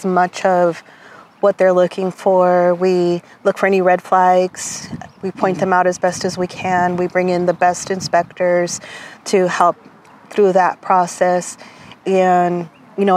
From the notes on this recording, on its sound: This podcast we went outdoors for a special field trip episode. Bathed in the warmth of a 71-degree February day.